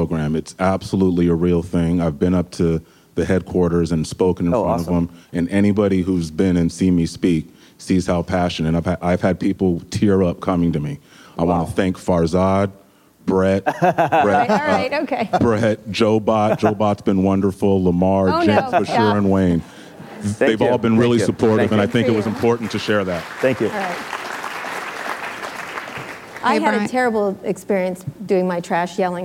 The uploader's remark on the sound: Live at Code 2018